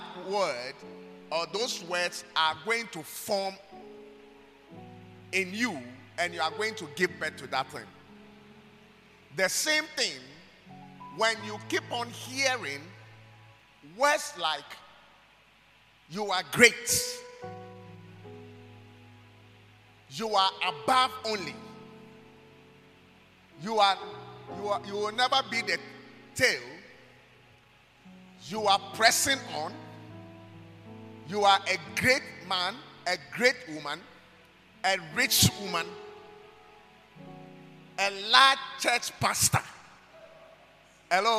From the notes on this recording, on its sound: Preached at God's Haven Ministries, The Purpose Assembly.